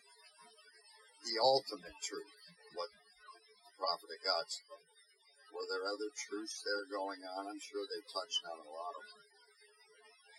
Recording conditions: poor sound quality